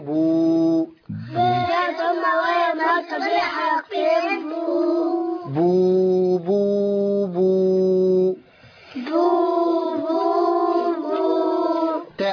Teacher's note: باء ضمة ومد طبيعي حركتين